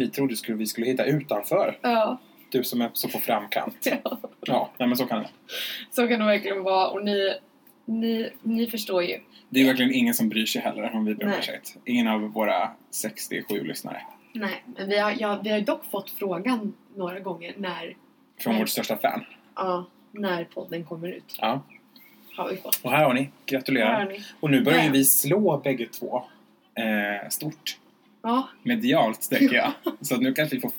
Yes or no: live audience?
no